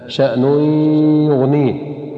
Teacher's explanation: ونلاحظ هنا في كلمة شأن يغنيه إدغام بغنة